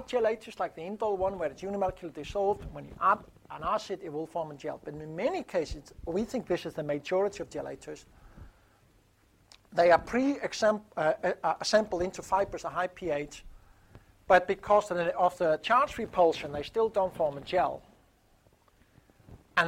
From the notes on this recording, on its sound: IFE Distinguished Visitor Lecture, recorded 30 July 2018 at QUT